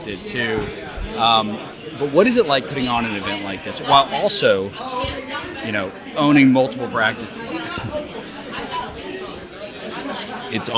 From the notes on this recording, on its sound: Live from DIA. Recorded live at Dental Influencers Alliance in Atlanta, GA.